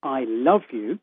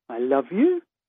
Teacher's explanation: But if you change it and you have it with rising pitch, so as if it's a question · Shown in: second take · I love you, that becomes an ironic counterblast that can really put someone down. · you say it with a falling pitch contour, so you say it as if it's a statement, I love you, that becomes presumably a declaration of undying love.